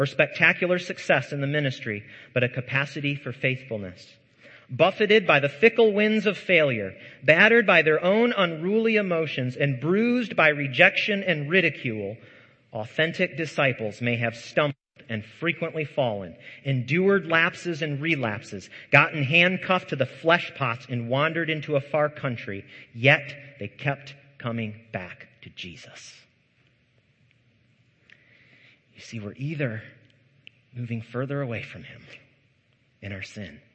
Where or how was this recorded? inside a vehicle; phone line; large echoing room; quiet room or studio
large echoing room